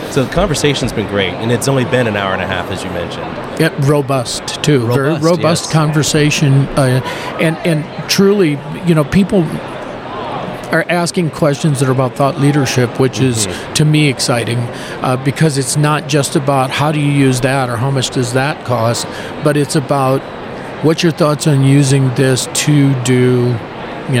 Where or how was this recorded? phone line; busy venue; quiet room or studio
busy venue